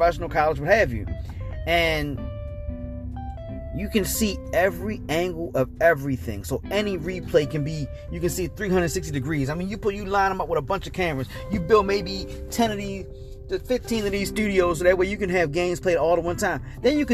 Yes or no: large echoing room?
no